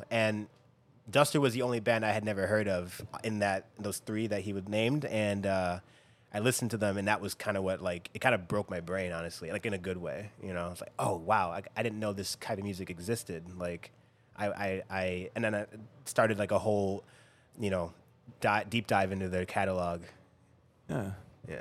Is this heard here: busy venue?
yes